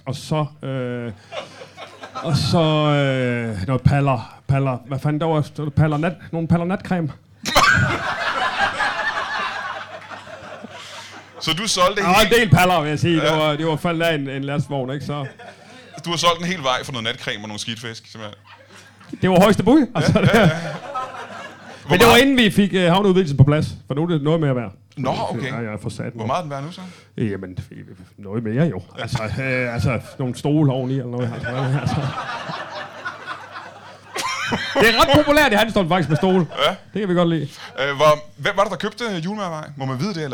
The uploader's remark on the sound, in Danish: LIVE fra Hanstholm Madbar